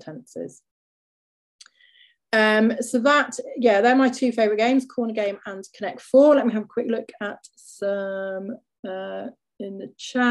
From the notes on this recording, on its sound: This episode is the recording of an online CPD session. It was a show and tell CPD session in which 7 people (including myself) presented our favourite games to play in MFL lessons.